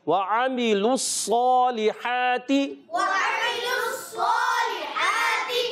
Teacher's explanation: واو کی ادائیگی ہونٹوں کی گولائی سے، عین کی ادائیگی حلق کے درمیان والے حصے سے